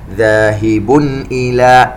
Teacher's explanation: تنوين مع الهمزة إظهار حلقي